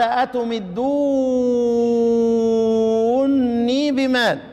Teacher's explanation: أدغمنا النون الأولى في النون الثانية، شددت النون الثانية